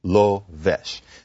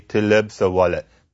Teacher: Because, first of all, you have the ul. Then you don't have a V like in Hebrew. You have a B.